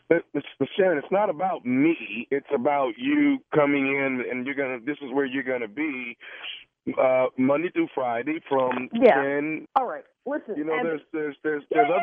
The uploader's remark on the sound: This was not your normal prank phone call.